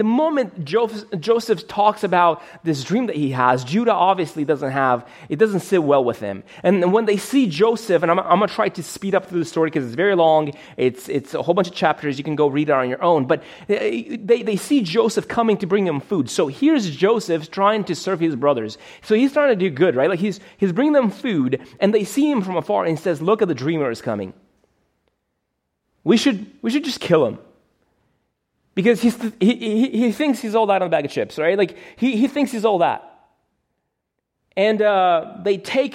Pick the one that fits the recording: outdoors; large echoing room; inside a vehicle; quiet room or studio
large echoing room